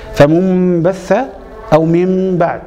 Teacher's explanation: على هذه الكيفية قال لأن النون والميم من صفاتهما الغنة، فقلبت النون حرف مشابه للباء الذي يليها، لأن الباء تخرج من الشفتين وكذلك الميم مخرجها من الشفتين · Term: الاقلاب